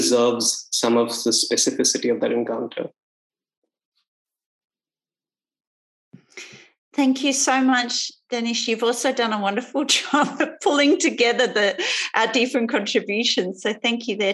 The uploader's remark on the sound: Festival Of Conversations. Panelists engaged in a live online conversation. Inviting the audience to participate in an interactive discussion.